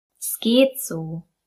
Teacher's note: Es geht so wird zu es geht so. Bei es lassen wir das E weg.